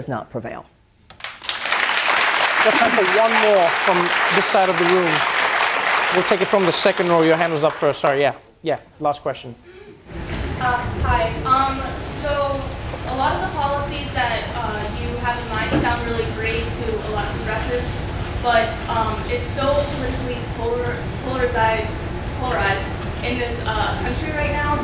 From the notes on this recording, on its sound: Takes Questions from The Daily Show Audience. Answers audience members’ questions.